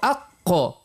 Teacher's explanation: وتخرج ما بين أقصى اللسان يعني أي أبعده وأقربه من الحلق، وما يحاذيه من الحنك الأعلى من المنطقة الرخوة، يعني المنطقة القريبة من اللهاه، وهي أعلى نقطة في اللسان من الخلف، نقول أق. · Term: القاف